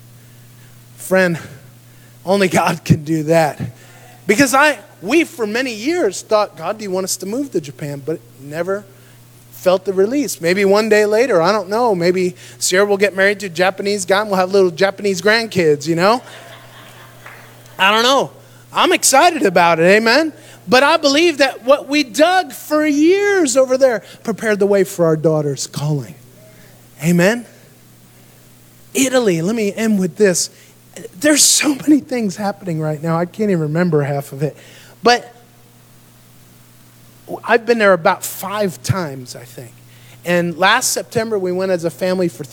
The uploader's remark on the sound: Recorded live in Dagsboro Church of God, Dagsboro, Delaware, United States of America.